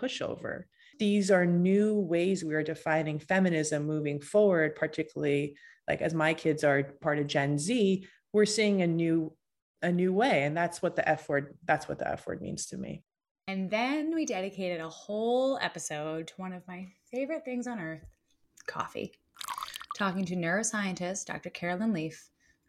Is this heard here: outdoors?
no